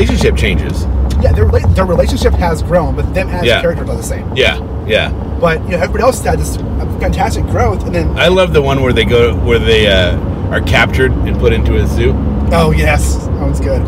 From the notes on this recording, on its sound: In The Car with Spoiler Country.